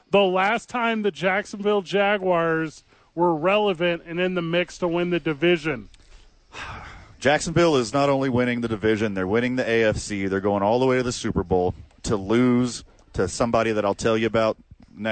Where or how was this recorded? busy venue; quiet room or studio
busy venue